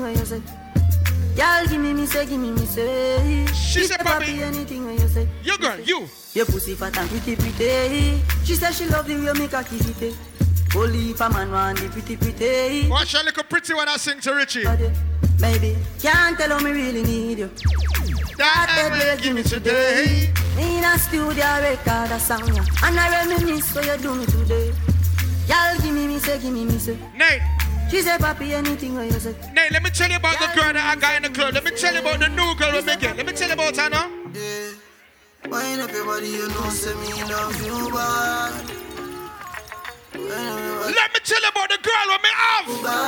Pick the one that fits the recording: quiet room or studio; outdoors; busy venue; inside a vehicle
busy venue